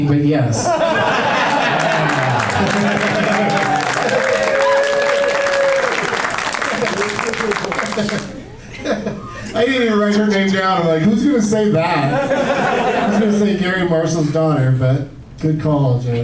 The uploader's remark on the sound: Live from the Punchline in Sacramento